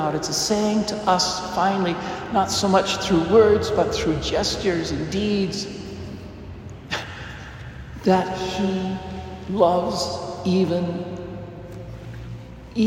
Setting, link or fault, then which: setting, large echoing room